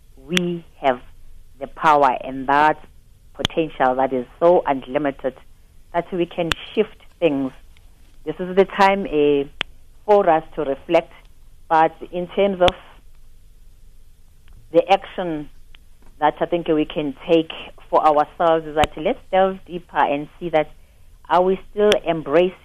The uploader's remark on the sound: Guest (Phone)